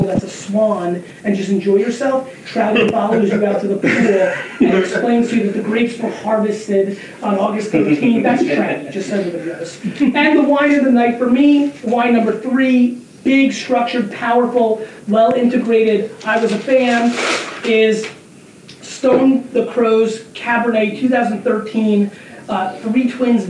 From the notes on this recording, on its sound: We had some audio equipment issues which is why you'll hear it a little different throughout the episode.